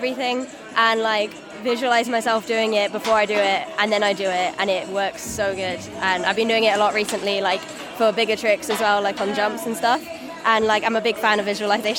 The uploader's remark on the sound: It was my first time recording at a live event so the sound quality isn't the best. Recording at the first ever Snowfest in Innsbruck. Straight from the prestigious urban snowboard competition, Rock a Rail 2022.